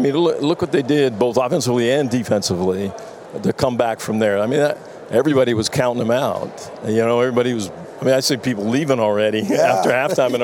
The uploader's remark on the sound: LIVE FROM RADIO ROW